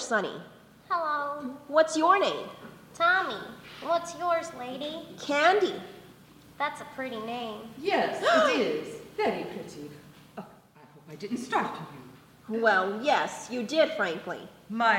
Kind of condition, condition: setting, live audience